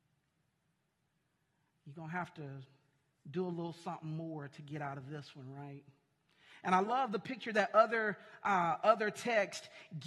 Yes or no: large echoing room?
yes